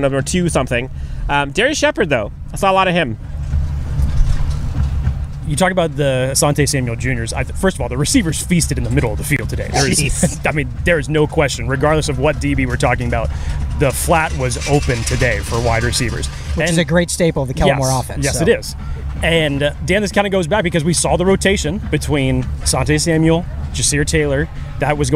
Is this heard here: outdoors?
yes